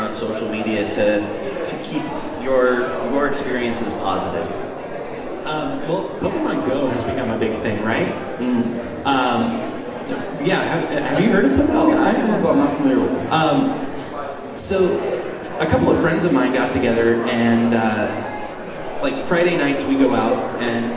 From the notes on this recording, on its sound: NerdCon Geek Positivity Panel. It is a convention, so there’s a lot of background noise because the room we were in was surrounded by vendors and by the time the second panel was on, there were a lot more people in the room, but if you can get past the din of the crowd.